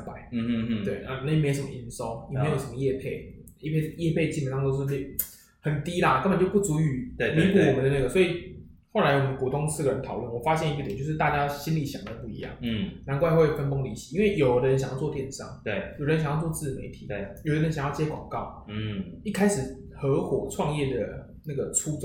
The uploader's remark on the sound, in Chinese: 因為錄音空間關係，回音較重，請聽眾多多見諒。